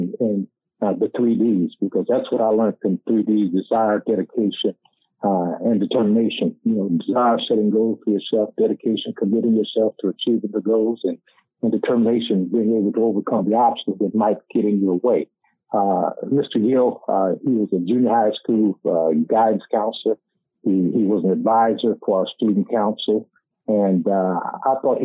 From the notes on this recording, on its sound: The very first episode we recorded for City League Sports was a phone call. Due to technical difficulties, we did not intend to release the show.